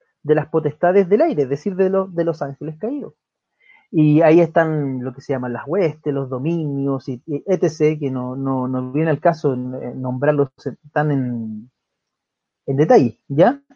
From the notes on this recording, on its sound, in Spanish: Programa grabado en Vivo por Facebook Live